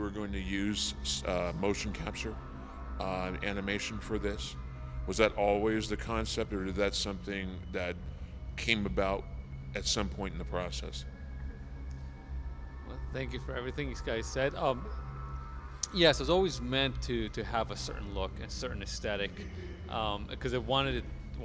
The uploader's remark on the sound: Live at the Death Parade Film Fest! Our recording series that took place at the Death's Parade Film Fest in Red Bluff California.